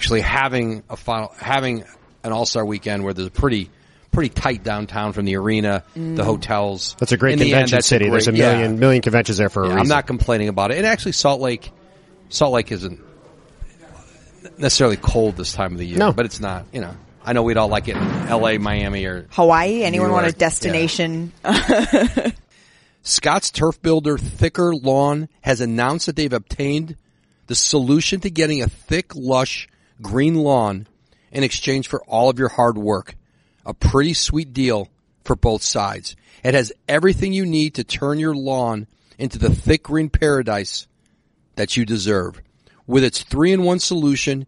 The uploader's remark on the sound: Live at an unforgettable 2020 All-Star Game in Chicago